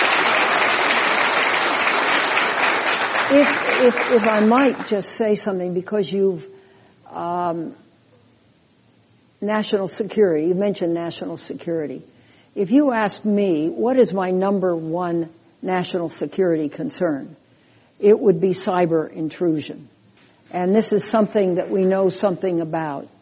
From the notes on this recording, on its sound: This program was recorded in front of a live audience at The Commonwealth Club of California in San Francisco on April 3, 2013